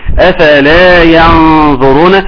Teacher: الاخفاء بتاع النون، وتاخد بالك قوي ان هو يكون الغنه بتاعه الاخفاء مفخمه